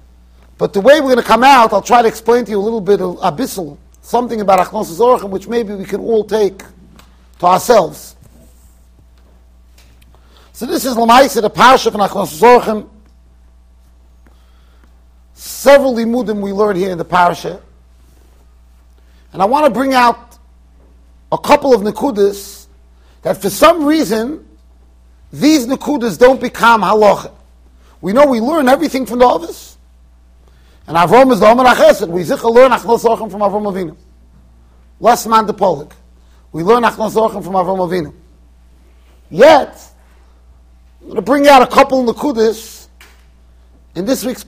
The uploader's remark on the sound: Shiur recorded in Yeshivas Ohr Reuven, Monsey NY.